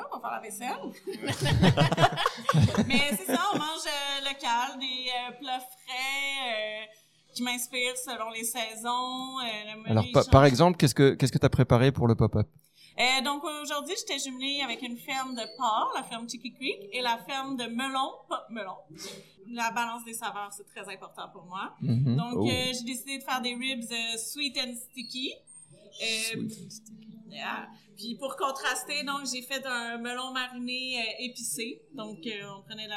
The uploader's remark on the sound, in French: Sont au Pop-up des Fermes et Restos. Cet épisode a été enregistré en direct pour vous faire revivre ce bel évènement.